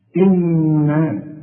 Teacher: فلما تيجي تبدأ آية زي دي ما تقولش إنا أرسلناك بالحق، لا، إنا لازم النون تغناها بمقدار حركتين لأنها 2 نون